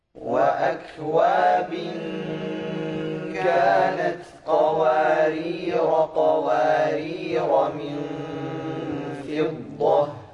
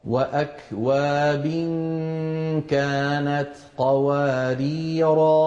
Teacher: إذن لاحظنا كيف ألف قوارير لما وصلنا حذفناها، ولما وقفنا أثبتناها يعني نطقناها